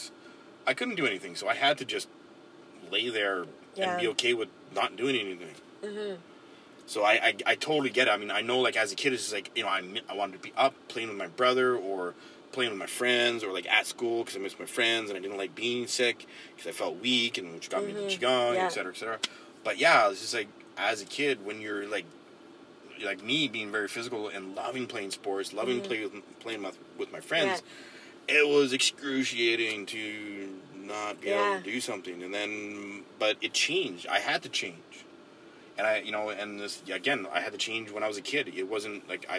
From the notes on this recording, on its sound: recorded on the car ride home from a few hours of R&R at a local beach